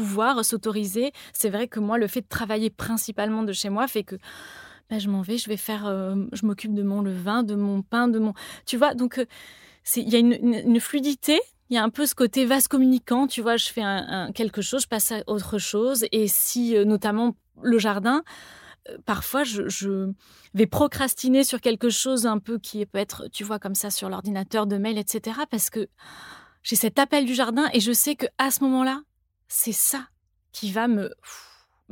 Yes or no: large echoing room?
no